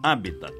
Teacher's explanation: Habitat, como proparoxítono, sem esquecer o T mudo final.